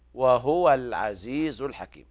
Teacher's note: عند رواية ورش وحفص يقرآن بضم الهاء